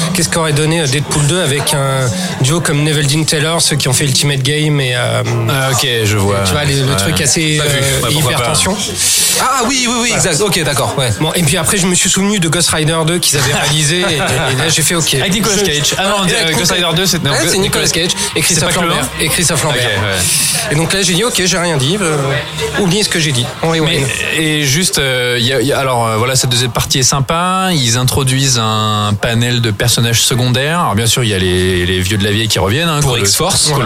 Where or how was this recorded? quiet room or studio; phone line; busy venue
busy venue